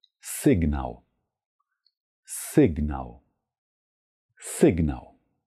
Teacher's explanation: Achtung, es wird nicht mit einem stimmhaften S gesprochen, also kein Signau, sondern Signau.